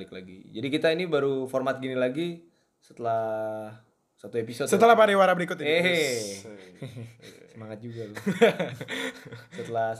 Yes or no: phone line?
no